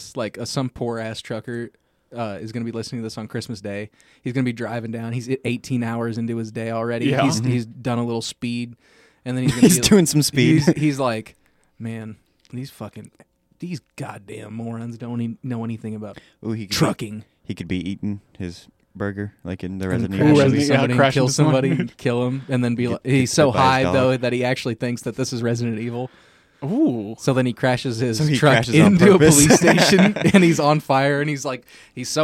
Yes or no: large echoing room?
no